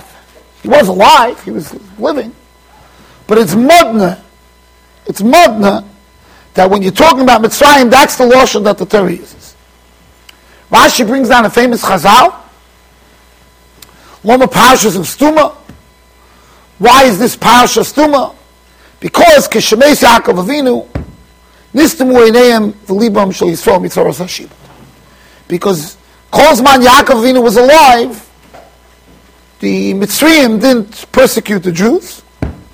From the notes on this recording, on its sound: Shiur recorded in Yeshivas Ohr Reuven, Monsey NY.